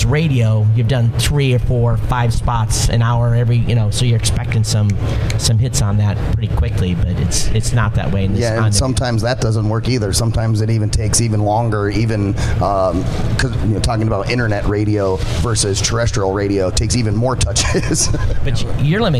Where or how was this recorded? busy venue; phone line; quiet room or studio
busy venue